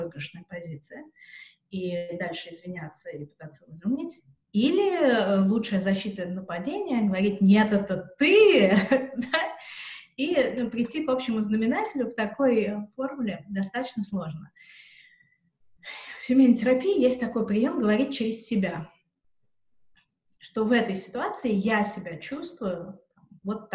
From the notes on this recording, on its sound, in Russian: Запись «карантинная» - через zoom. Запись «карантинная» - через zoom.